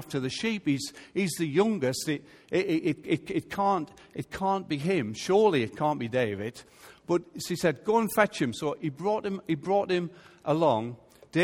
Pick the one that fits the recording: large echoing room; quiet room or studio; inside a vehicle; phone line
large echoing room